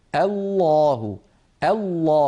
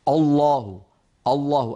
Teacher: لابد من أن ننطق الهمزة مرققة ثم نفخم اللام برشاقة · Shown in: first take